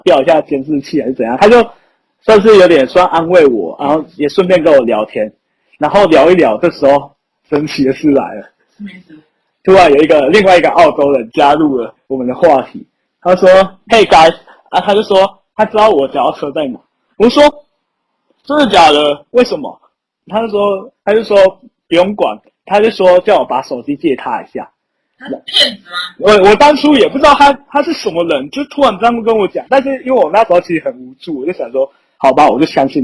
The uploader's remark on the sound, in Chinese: 收音不好請見諒。